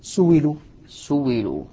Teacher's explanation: أبدل الهمز المكسور بعد الضم واوا